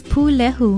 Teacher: It is spelled P-U-L-E-H-U with a stress or kahako on the first syllable